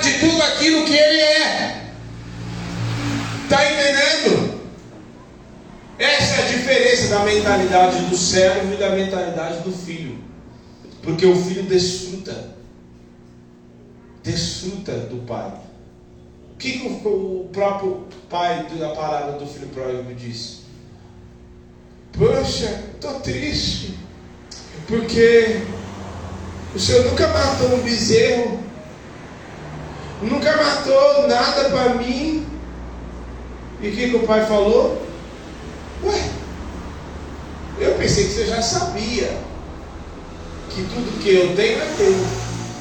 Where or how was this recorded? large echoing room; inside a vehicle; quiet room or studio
large echoing room